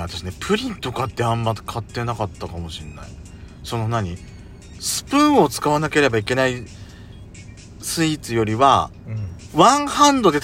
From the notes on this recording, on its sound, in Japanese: パーキング収録